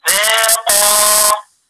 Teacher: لو وقفت على كلمة ذاقا بقف عليها بمد حركتين طبيعي